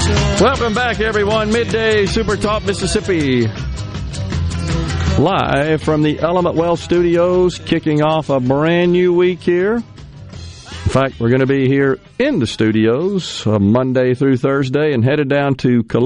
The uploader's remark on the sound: joins the conversation by phone from the road